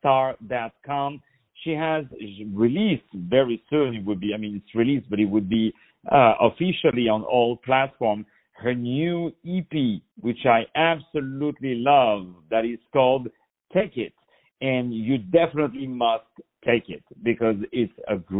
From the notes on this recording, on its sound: On the phone